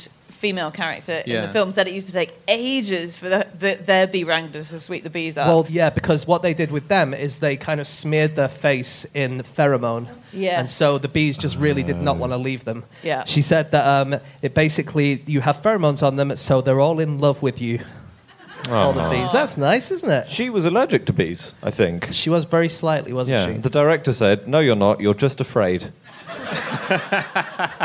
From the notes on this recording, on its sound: Live from Philadelphia